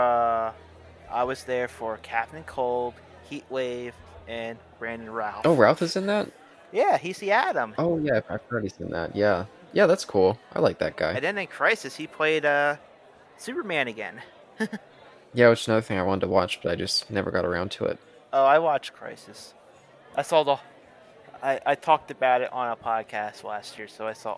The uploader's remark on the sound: A Bar-side chat